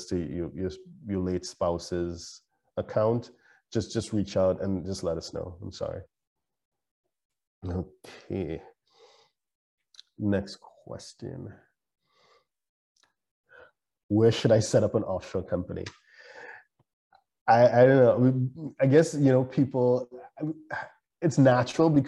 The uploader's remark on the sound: LIVESTREAM. For those joining us on Zoom.